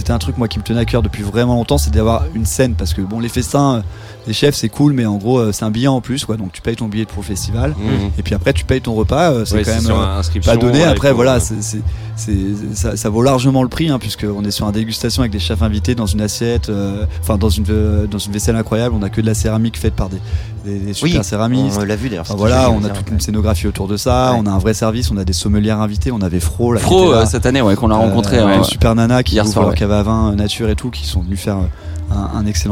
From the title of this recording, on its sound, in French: en direct de la Douve Blanche Festival